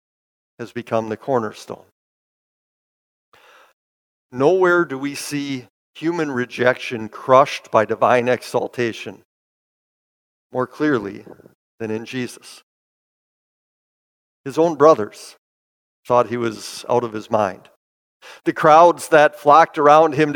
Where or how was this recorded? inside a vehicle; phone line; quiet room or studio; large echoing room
large echoing room